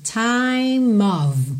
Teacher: Mesmo que você fale lento, time of, ok? Você liga o M no of, que é a preposição of, of, sempre vai ter pronúncia de OV